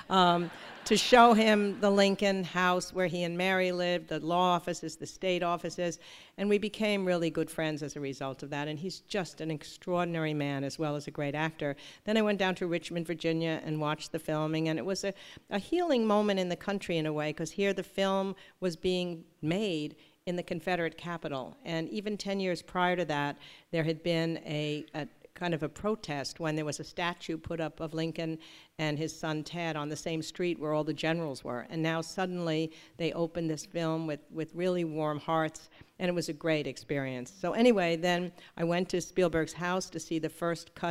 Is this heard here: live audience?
yes